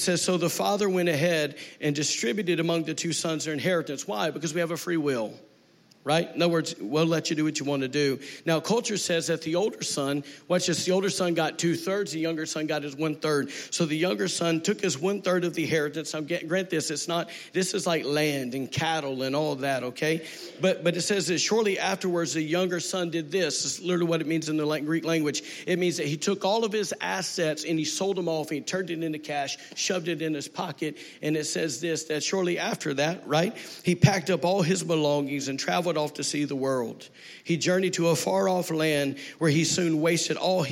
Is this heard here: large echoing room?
yes